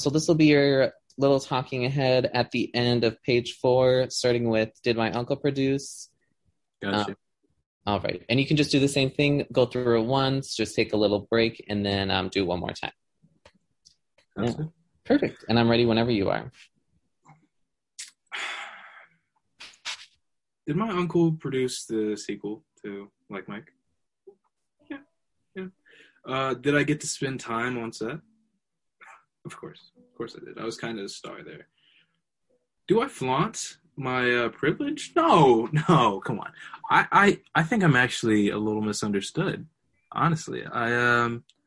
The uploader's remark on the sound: A Zoom Shoot Of a Depaul Film Class Project